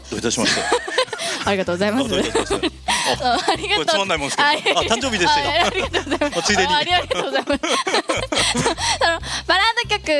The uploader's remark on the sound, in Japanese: 川崎モアーズ屋上ビヤガーデンをお借りしたライブイベントでの公開収録。